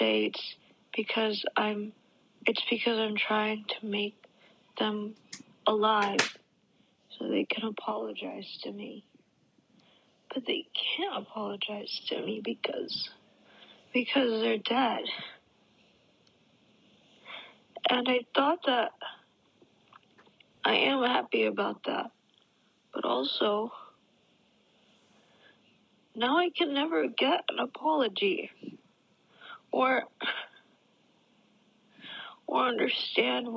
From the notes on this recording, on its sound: this was a snippet of a voice memo I recorded while I was crying